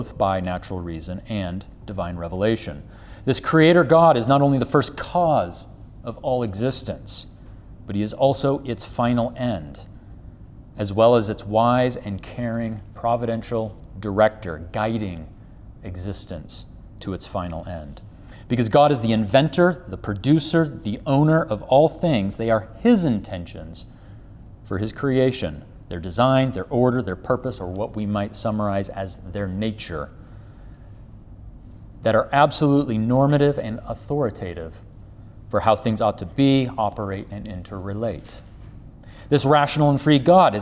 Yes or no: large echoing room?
yes